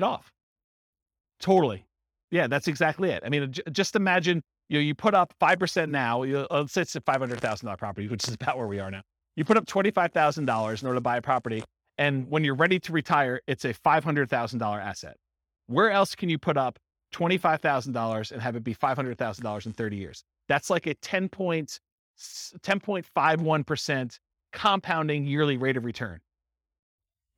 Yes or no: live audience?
yes